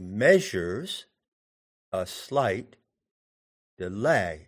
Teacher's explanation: the word delay is iambic, emphasis on the second syllable. The word measures is trochaic, measures.